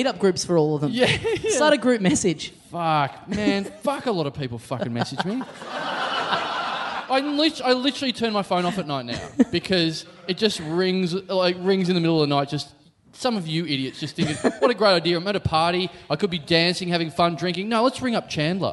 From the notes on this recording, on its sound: Recorded LIVE at the Rhino Room in Adelaide on November 17, 2015.